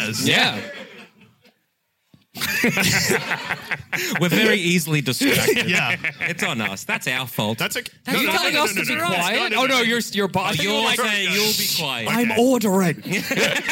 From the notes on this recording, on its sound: Live from the Apple Tree in London on March 22 as part of our London 2022 Tour.